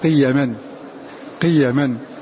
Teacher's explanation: بالقصر أي بلا مد أي بحذف حرف المد بعد الياء، التي جعل الله لكم قيما، قيما فلا وجود لحرف المد